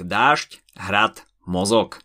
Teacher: Na konci slova je to napríklad v slovách dážď, hrad, mozog. D, D aj G sú znelé párové spoluhlásky. V tomto prípade sa však vyslovujú ako neznelé T, T a K.